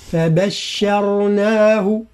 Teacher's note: هاء الضمير من بشرناه ليس فيها مد، لماذا؟ لأن ما قبلها سكن فلا نقول فبشرناه بغلام حليم